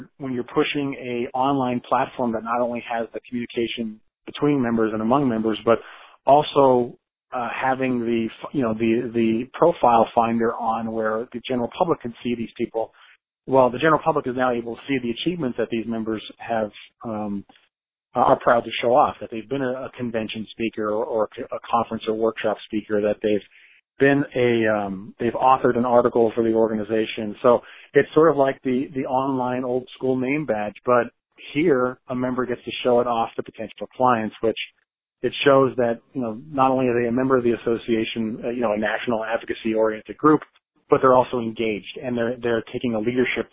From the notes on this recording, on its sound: I spoke over the phone